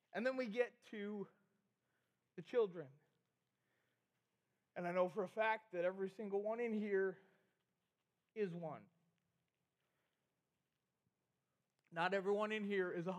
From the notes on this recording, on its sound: we had the middle school rally recorded!